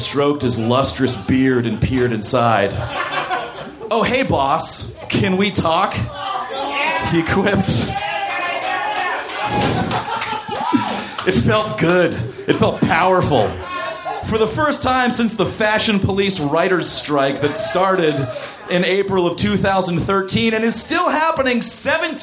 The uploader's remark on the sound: Recorded September 21, 2014 at The Virgil in Los Angeles.